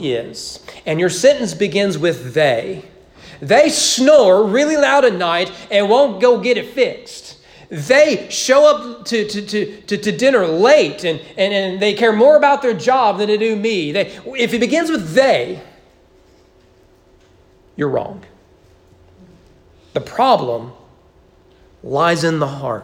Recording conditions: large echoing room